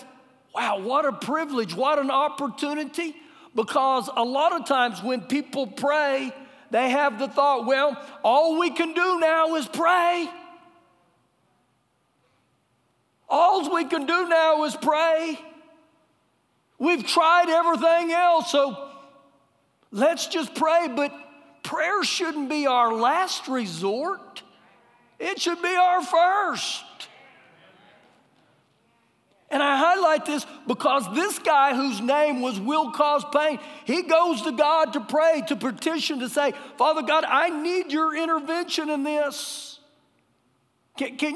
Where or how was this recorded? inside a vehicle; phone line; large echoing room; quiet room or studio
large echoing room